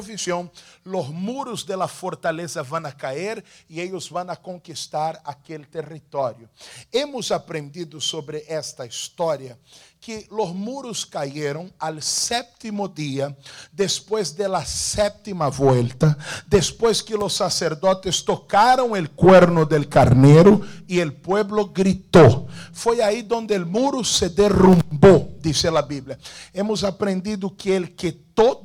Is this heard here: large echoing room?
yes